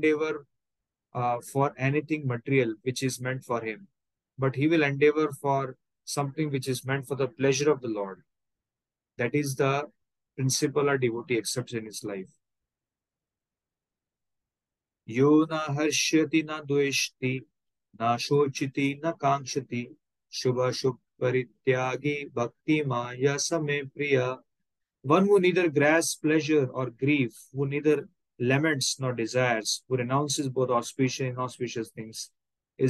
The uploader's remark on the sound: Zoom recorded session